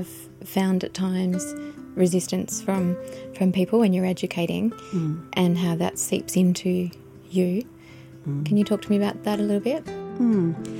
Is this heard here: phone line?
no